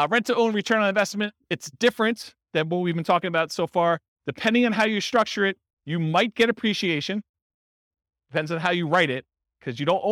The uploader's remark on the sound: In Fullerton, California. This was a live class recorded.